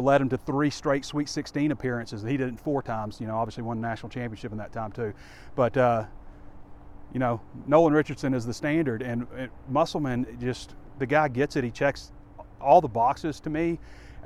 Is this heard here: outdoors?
yes